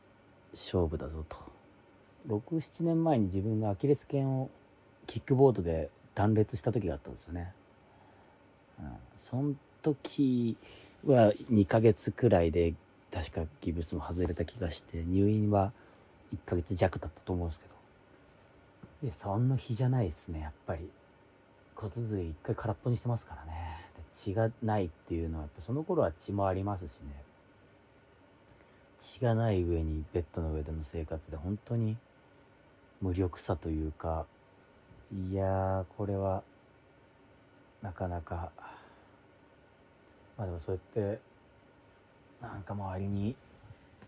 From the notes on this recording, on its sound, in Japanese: 無菌室なので空気清浄機のノイズや音量バランス等お聞き苦しいかもしれませんがあしからず。